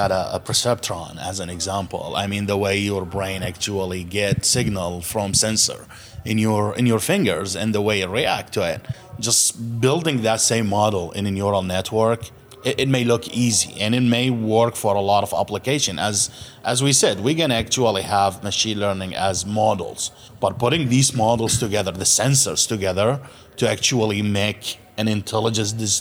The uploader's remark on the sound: An amazing panel of AI innovators joined us at the O’Reilly AI conference.